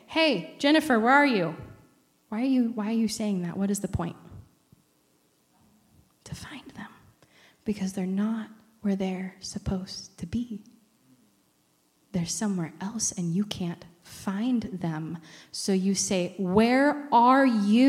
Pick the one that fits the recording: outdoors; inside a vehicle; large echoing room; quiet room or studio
large echoing room